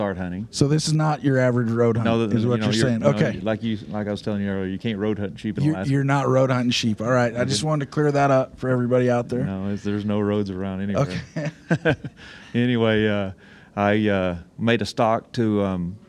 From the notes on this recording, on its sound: Live from Panel. The boys take a few minutes away at Panel.